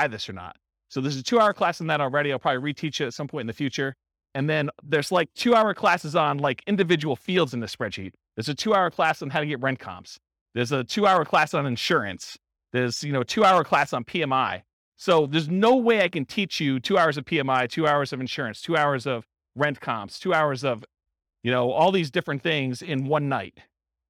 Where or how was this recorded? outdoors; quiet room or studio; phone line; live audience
live audience